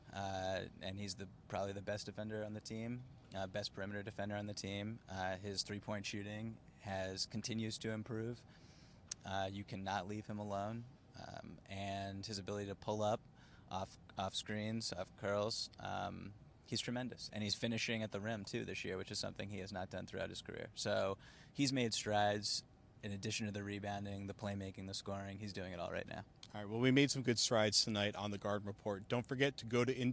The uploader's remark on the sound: Full Report from TD Garden